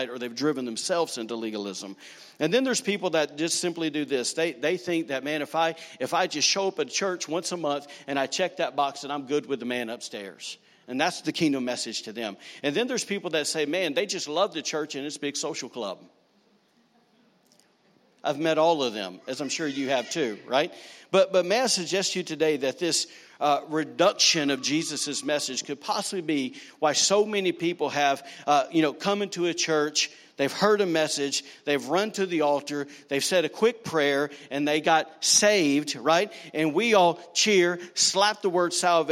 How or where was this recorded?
live audience